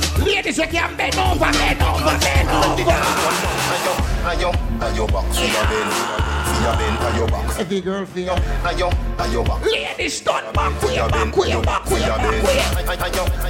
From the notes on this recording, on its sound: BYFARONABOAT3 EVENING BOAT LIVE AUDIO